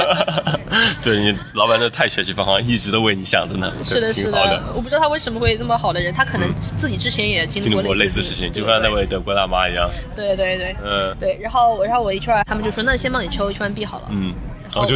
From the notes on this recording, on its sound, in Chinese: 户外录音，稍有杂音，多谢谅解